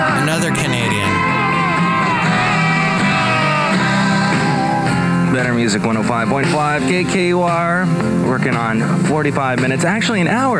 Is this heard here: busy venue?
yes